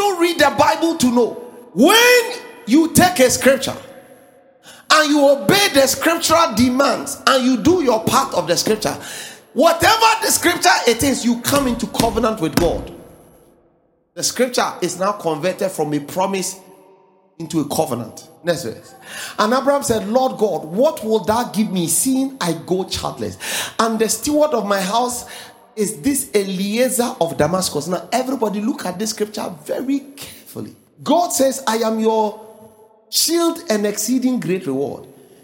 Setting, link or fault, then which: setting, live audience